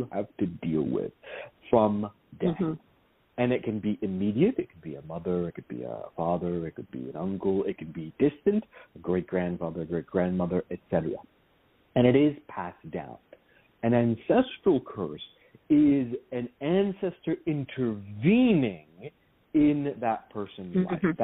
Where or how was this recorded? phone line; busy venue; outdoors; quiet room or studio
phone line